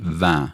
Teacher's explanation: Och då försvinner n-et också, det assimileras liksom in i vokalen. Mm. Så vi får den nasala vokalen vin.